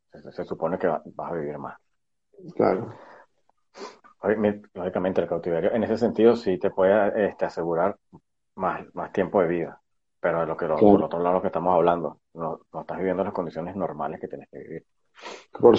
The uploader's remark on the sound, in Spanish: a través de live en instagram.